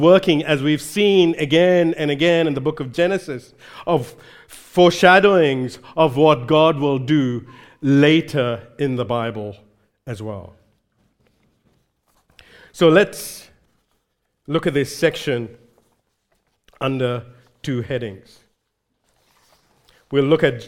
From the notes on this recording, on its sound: recorded live at Grace Community Bible Church